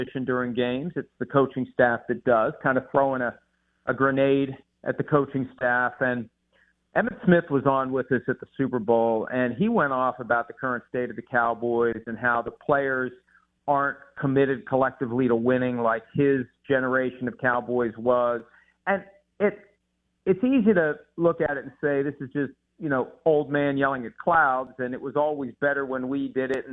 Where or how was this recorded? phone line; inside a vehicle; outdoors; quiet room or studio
phone line